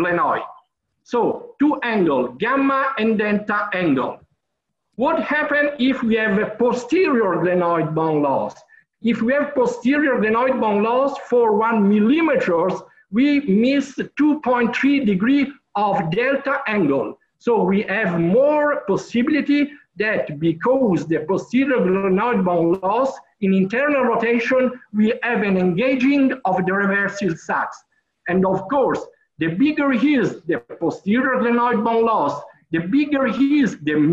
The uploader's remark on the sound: In this ISAKOS Webinar Audio Replay we revisit the ISAKOS Webinar in collaboration with APKASS.